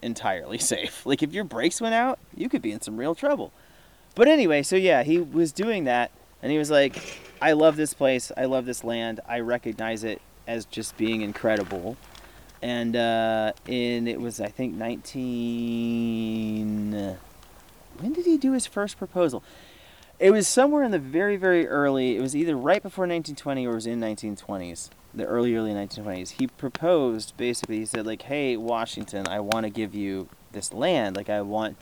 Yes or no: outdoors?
yes